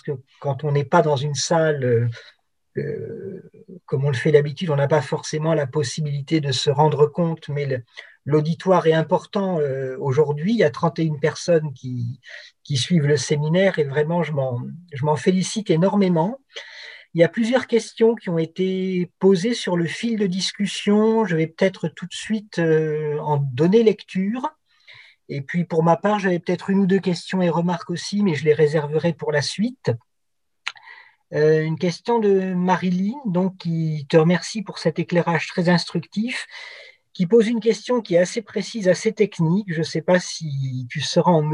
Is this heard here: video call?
yes